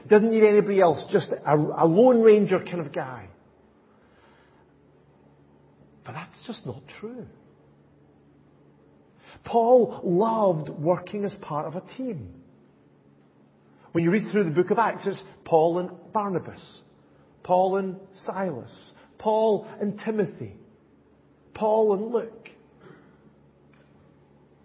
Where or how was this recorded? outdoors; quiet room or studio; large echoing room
large echoing room